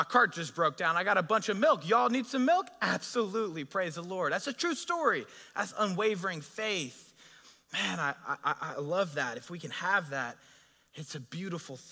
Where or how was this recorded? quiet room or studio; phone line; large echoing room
large echoing room